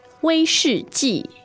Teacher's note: so that's first, fourth, fourth